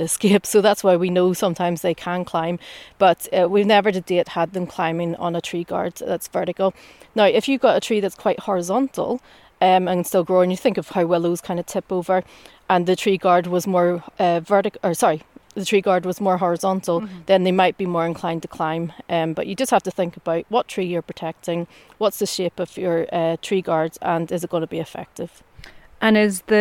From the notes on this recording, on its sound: In this episode we head to the banks of the River Tay in Perthshire to meet with NatureScot’s beaver team. Recorded at a recent demonstration event held by the team to teach volunteers and land managers the skills to be self-sufficient and carry out effective tree protection in Tayside.